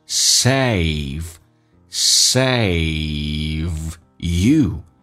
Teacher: Save 这个翻这个小小的一个双元音，来看一下，首先打开口腔一点，然后呢滑动到 a，这个发音叫 a，有个滑动的过程，前重后轻